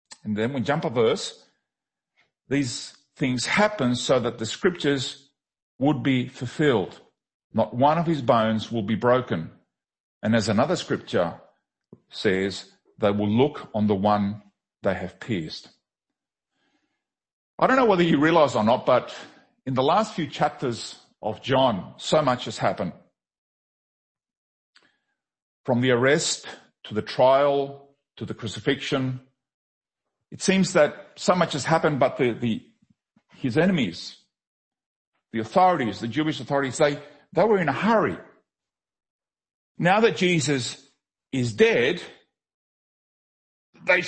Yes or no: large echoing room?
yes